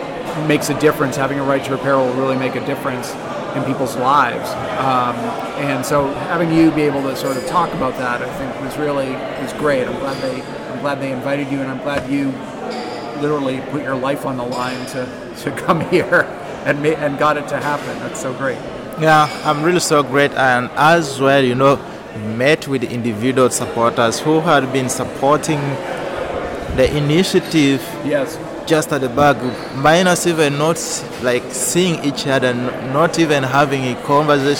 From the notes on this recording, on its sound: recorded at FixFest in Brussels